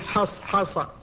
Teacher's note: وحاء حصحص أحط الحق، كذلك لا بد من التحفظ في نطق الحاء من حصحص، فقد جاورتها الصاد، والصاد مستعلية وهي مطبقة، والحاء والصاد كلتاهما مهموستان تصفتان بالهمس وهما متواليتان هنا، وبالأخص تكررتا، تكررت الحاء وتكررت الصاد، فيصعب النطق بها معها، لأن الحاء من أحرف الحلق والصاد مستعلية منطبقة، فلذلك لا بد من التحفظ عند النطق بالحاء فتقول حص حص.